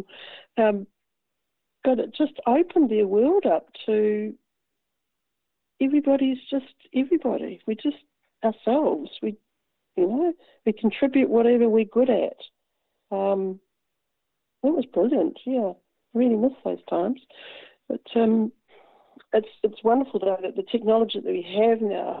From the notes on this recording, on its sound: Recorded in the first days of the New Zealand Covid19 Lock down. Following all the rules interviews contacted over the telephone.